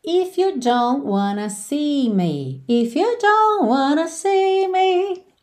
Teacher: você já percebe que esse T do don't não aparece, lembrando que todas essas consoantes oclusivas pintadinhas de vermelho podem aparecer mais, menos ou nada e frequentemente não aparecem nada.